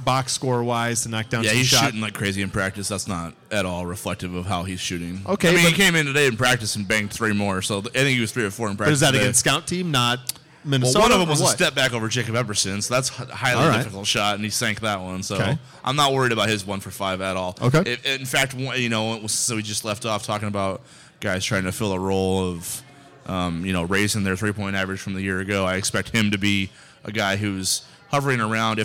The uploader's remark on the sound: LIVE from Scriptown Brewing in Omaha!